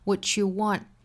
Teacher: what 和 you 之间连读同化可以读成 ch 的发音